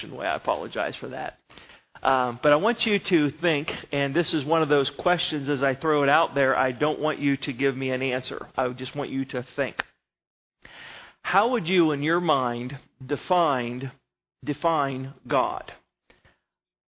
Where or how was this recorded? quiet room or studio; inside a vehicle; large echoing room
large echoing room